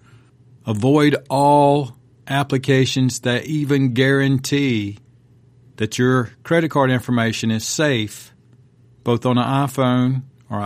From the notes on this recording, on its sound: My young son and I were driving home, when he dropped a question that made me pull over. We decided to turn on the mic and record it.